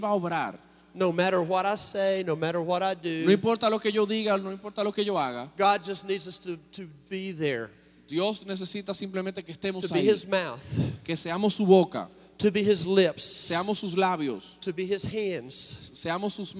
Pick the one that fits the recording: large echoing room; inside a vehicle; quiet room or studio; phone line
large echoing room